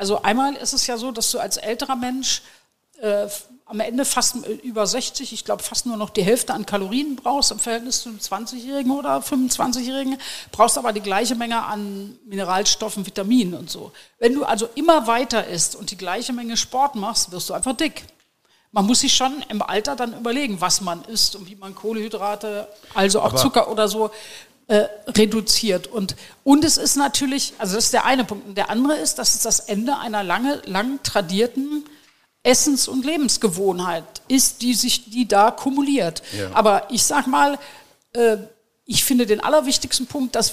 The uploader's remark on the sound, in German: Den wir live beim Food Innovation Camp vor Publikum aufgezeichnet haben.